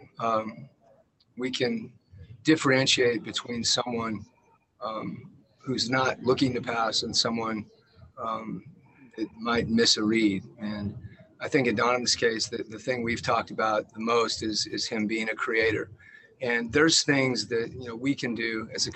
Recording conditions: video call